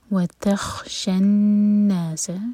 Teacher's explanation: وتخشى الناس، نون پر غنة اور سین پر سیٹی والی آواز